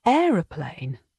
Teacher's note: For example, if I say aeroplane, the stress in this word is on the first syllable, aeroplane.